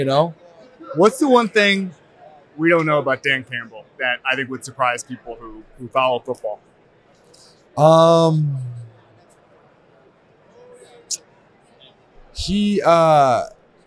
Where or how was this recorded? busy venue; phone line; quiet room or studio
busy venue